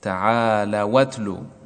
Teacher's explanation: تحركت الواو بحركة الهمز وحذفت الهمز